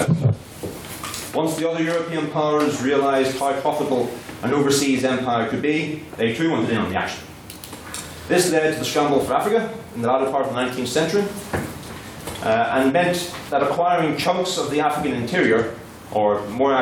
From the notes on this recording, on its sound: The recording of the third Ordinary Meeting of the 169th Session of the Queen's University of Belfast Literary and Scientific Society.